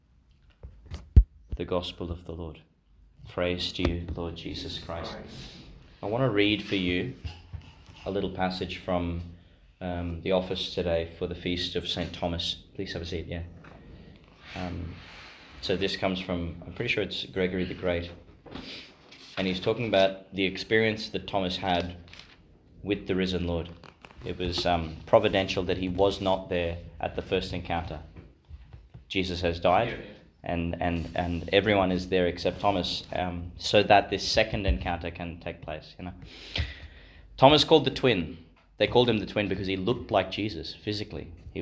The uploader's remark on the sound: delivered in Our Lady Star of the Sea Parish Office Chapel, Gladstone, Qld.